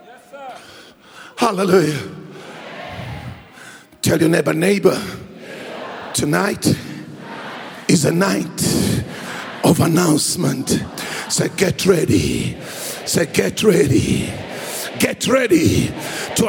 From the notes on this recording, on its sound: Preached at Grace Bible Church Pimville on the 12th of August 2022.